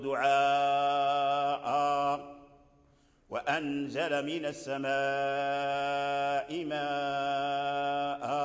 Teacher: إذا وقفنا لا نقف بالتنوين، نبدل هذا التنوين ألفا · Term: الألف المبدلة من التنوين